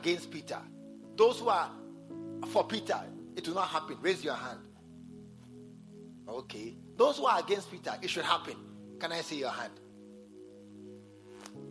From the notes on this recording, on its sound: at the SAT service, True Vine Cathedral, Bantama